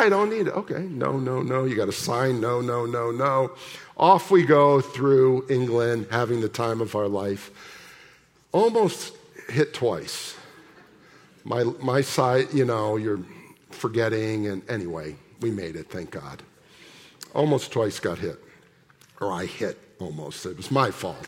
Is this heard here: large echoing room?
yes